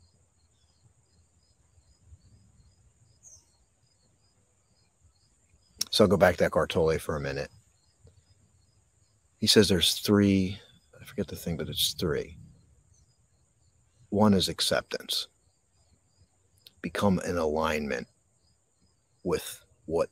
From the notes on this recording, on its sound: This Episode originally streamed live on location at Wissahickon Valley Park. The audio from this podcast was taken directly from this live stream.